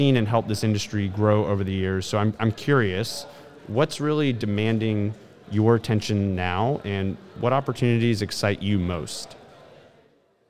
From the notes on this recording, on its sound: a live recording down at the Southeast Renewable Energy Summit in Charlotte, NC